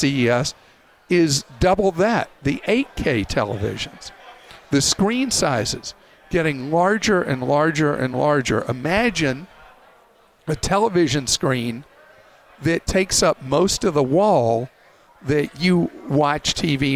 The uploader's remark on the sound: LIVE from CES